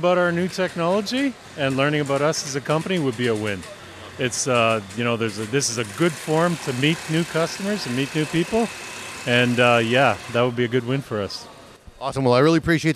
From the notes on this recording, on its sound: At this years CanWeld 2022, the CWB Association had the privilege to partner with Fabtech Canada in Toronto, Canada. We are bringing you special episodes recorded “live” on the show floor. Walked the show floor talking with the sponsors and vendors.